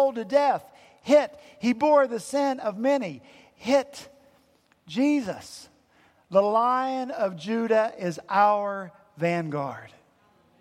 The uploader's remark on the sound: At Redeemer Presbyterian Church in Charleston, SC